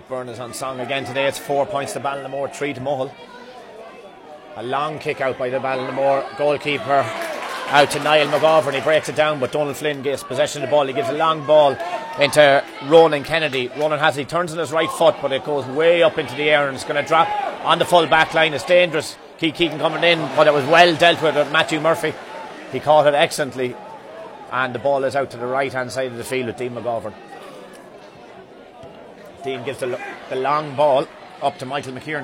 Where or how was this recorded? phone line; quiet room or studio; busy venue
busy venue